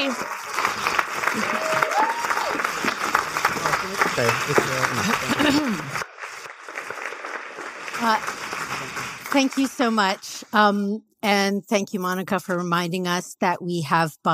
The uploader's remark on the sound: A conversation from The Othering and Belonging Conference in Berlin, Germany.